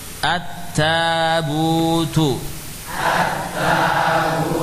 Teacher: Lamnya mana? Hilang. Ya, secara lafaz sudah tidak lagi muncul. Hilang zatnya, hilang sifatnya. · Term: lam yang mudgham